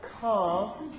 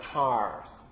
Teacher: Most American speakers, with very few exceptions, produce the R at the end, after a vowel, a post-vocalic R. · Shown in: second take